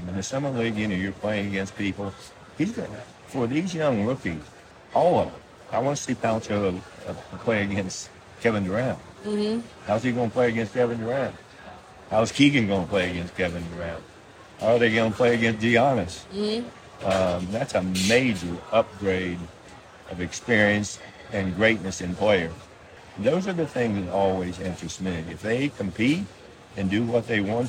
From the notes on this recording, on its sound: There is a lot of background noise in this interview.